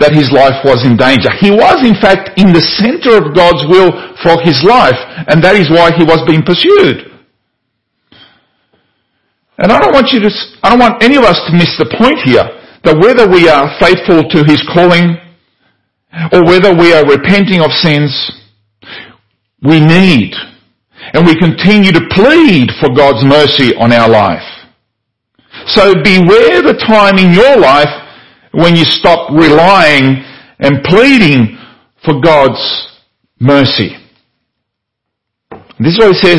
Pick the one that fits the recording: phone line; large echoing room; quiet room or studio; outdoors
large echoing room